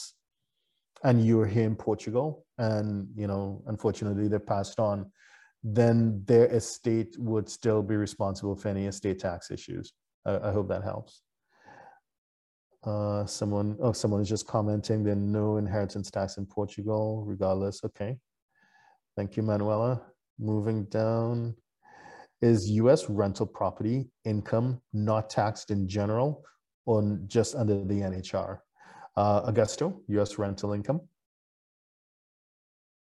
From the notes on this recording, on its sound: (LIVESTREAM). For those joining us on Zoom.